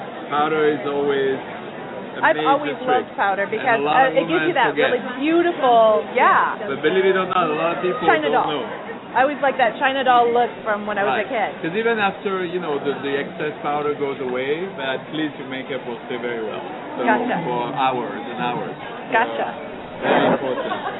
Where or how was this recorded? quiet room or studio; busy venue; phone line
busy venue